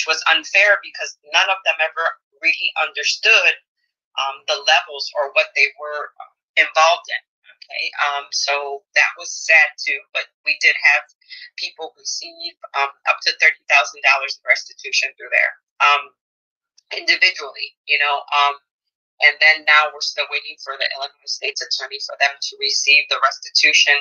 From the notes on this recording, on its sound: This interview is in fragmented format due to recording software malfunction. I apologize for the inconvenience as well as the technical problems within this recording.